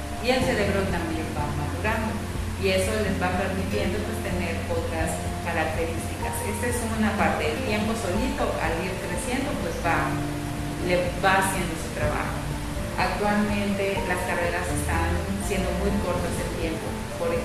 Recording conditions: poor sound quality